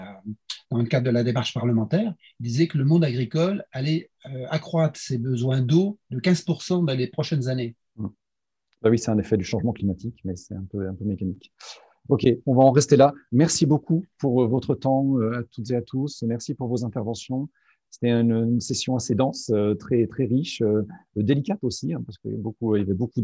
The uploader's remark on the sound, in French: 9 avril 2021 en visio